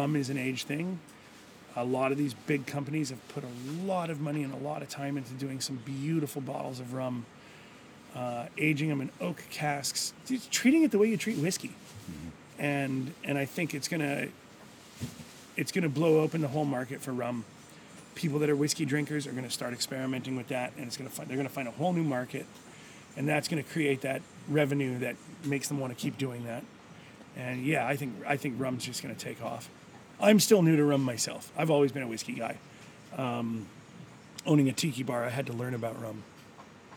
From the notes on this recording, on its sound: Gili Trawangan, Bali. The audio is a bit funny today, because we did the interview actually in the bar (complete with neat rum all round!).